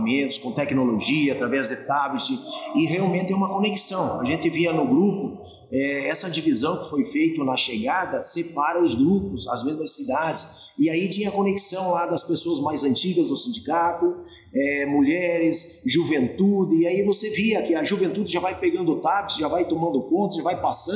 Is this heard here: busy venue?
yes